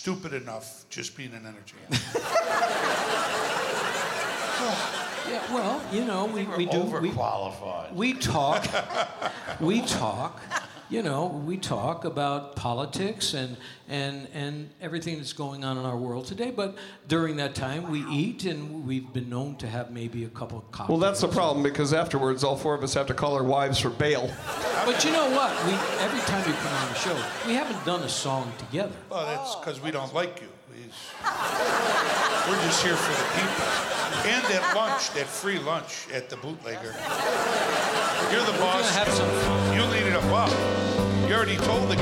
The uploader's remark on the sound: Live at the South Point Casino